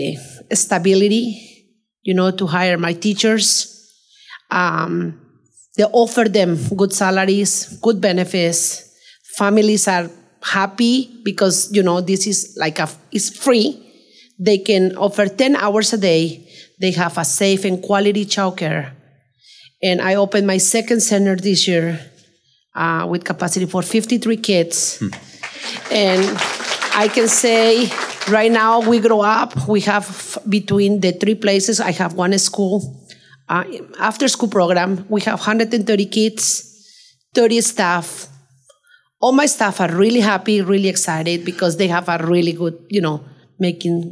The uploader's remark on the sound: In front of a live audience at the Rockwood Market Hall in Gresham.